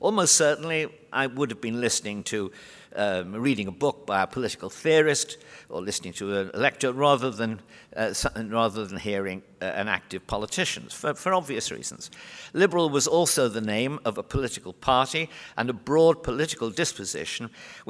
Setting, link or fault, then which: setting, live audience